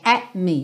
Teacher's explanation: Mas é interessante reparar nesse sotaque específico do inglês britânico que nem o T, na verdade, nem a língua no céu da boca tem. É at me.